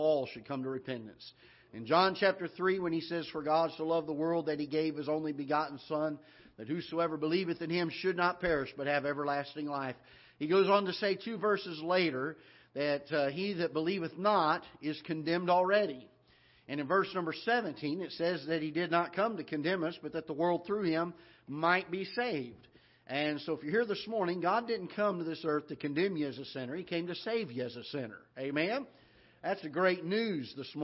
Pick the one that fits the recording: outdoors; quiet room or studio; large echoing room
large echoing room